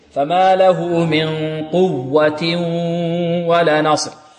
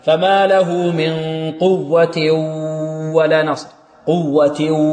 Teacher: ندغم التنوين في الواو يصير التنوين واوا، لكن مع ماذا؟ مع بقاء صفة الغنة · Shown in: first take · Term: إدغام بغنة